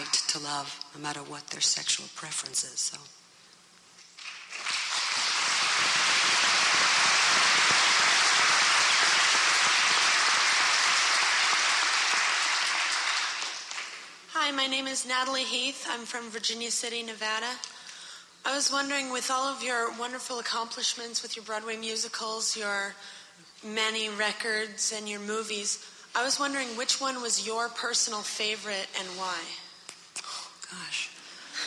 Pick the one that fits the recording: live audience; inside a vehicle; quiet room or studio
live audience